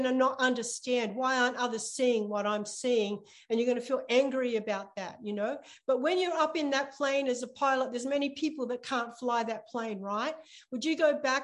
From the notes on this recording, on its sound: ZOOM Church